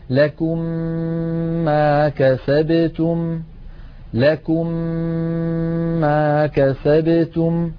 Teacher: ومن قواعد التجويد أن هذه الميم المشددة تحتاج إلى غنة طويلة، مثلا لكم ما كسبتم، لكم آخرها ميم ساكنة، ما كسبتم أولها ميم متحركة، ندغم الميم الأولى في الثانية فيصبحان ميما مشددة تنطبق عليهم الشفتان انطباقة واحدة، فنطبق على ميم ساكنة ونفتح الشفتين على ميم متحركة مع ملاحظة الغنة هكذا: لكم ما كسبتم، لكم ما كسبتم. · Term: الإدغام